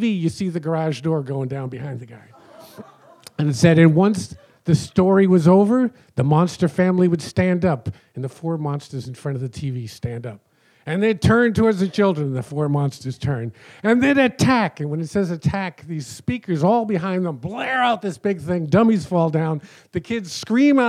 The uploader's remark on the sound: Recorded in front on a live audience on May 6th, 2018 at The Well Tavern in Wellfleet, Massachusetts.